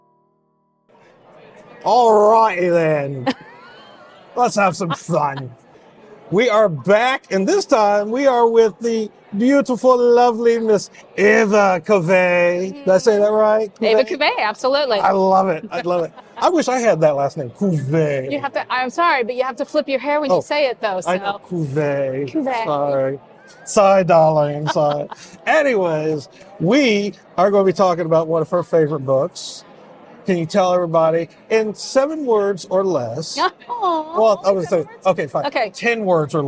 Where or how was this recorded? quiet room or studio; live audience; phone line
live audience